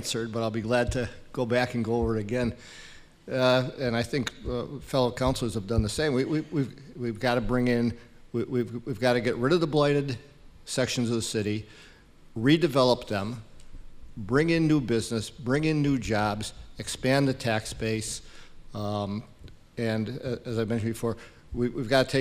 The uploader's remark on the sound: This is the full recorded session of the Holyoke City Council At-Large Candidates Forum. This is a collaboration of The Chamber of Commerce, The Holyoke Taxpayers Association, The Holyoke Youth Task Force, The Gandara Youth Development Center, Holyoke Media, and radioplasma. At the Holyoke Council on Aging at 291Pine St.